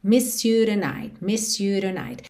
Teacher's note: E ele começa o tonight com rarara nesse T